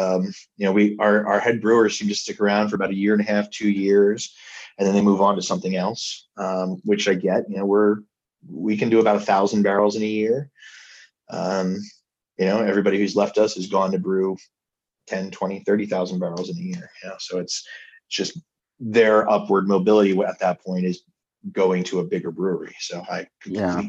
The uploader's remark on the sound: Recorded over zoom.